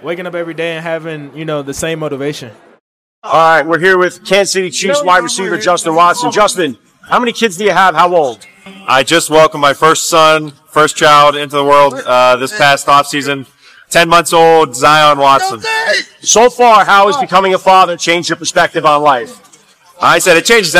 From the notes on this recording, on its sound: First Class Fatherhood was live at Allegiant Stadium in Las Vegas, Nevada for Super Bowl 58 Media Day!